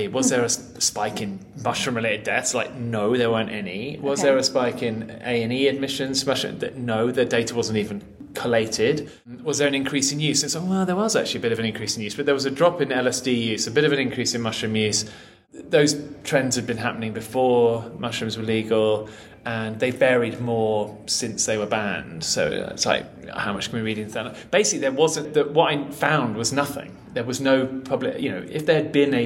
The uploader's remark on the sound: Recorded at MAPS Psychedelic Conference